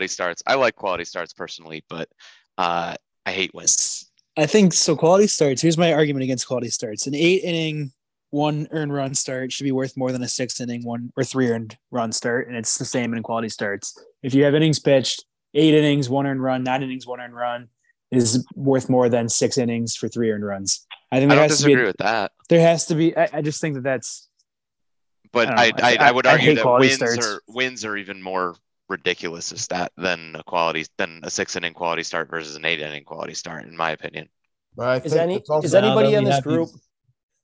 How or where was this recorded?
video call